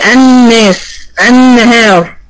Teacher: اللام الشمسيه المضغمه في النون زي الناس النهار، دي كلها اعلى درجات الغنى اللي هي اكمل ما تكون.